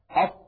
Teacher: لما نقول مثلا أط حرف الطاء، أط، نجد بأن قطعة من اللسان قد انطبقت على غاري الحنك الأعلى · Term: الإطباق